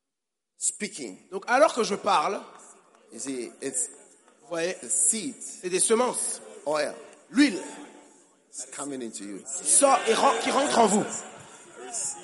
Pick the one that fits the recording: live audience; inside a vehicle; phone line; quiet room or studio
live audience